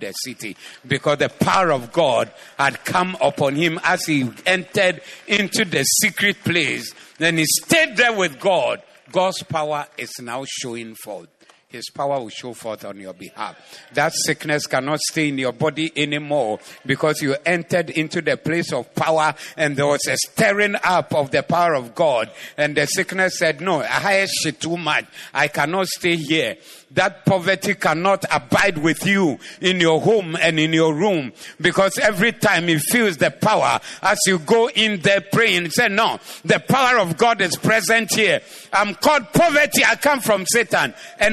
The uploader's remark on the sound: Preached at the Zeloo Service 12062022